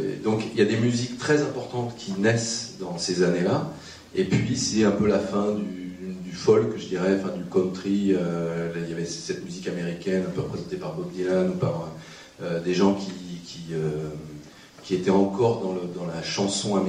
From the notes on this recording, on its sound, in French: Au Kosmos. S'est tenue en public au cinéma Le Kosmos le 14 avril 2013.